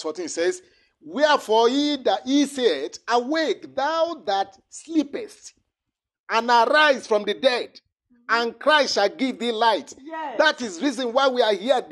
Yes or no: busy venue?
no